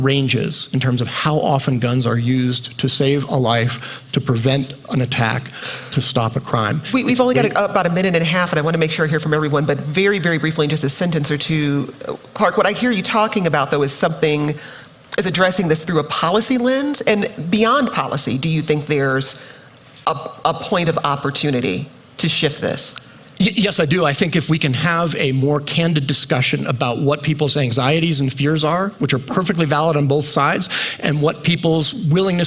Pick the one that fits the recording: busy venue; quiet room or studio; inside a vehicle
busy venue